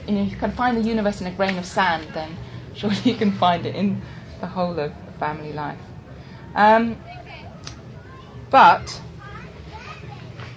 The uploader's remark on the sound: Listen for some lovely singing throughout! Talk given at the Buddhafield Festival in 2006.